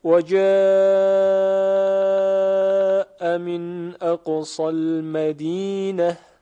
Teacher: کلمه جاء مد متصل دارد، لذاست که باید به توسط خوانده شود